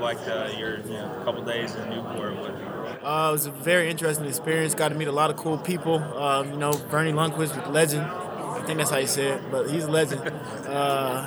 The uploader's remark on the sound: Live from AAC Media Days